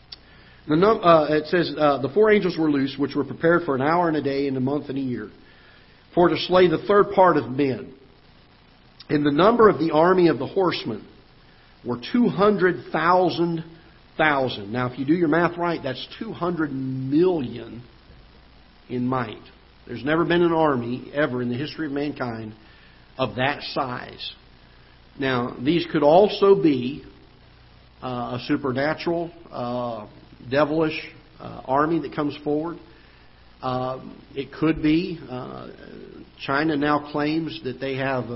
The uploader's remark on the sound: Ketha Heights Baptist Church ~ Live Broadcast